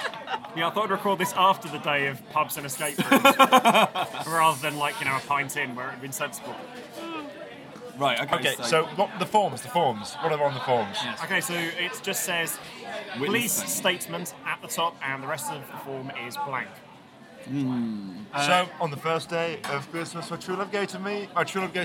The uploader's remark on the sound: For some reason they recorded this one in a noisy Wetherspoons at St Pancras after doing a real escape room and having lots of beers.